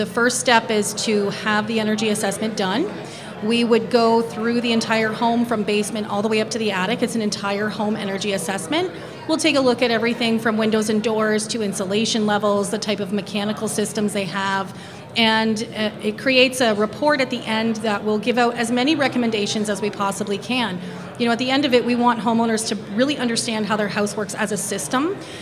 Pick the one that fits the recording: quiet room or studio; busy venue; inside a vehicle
busy venue